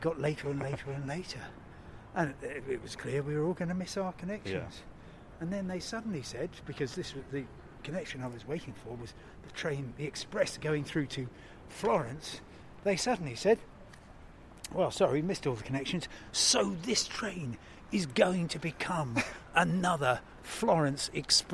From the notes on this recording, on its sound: Talk in the park outside the Imperial War Museum in London. We saw a Tibetan Peace Garden and a Soviet War Memorial and a section of Berlin Wall!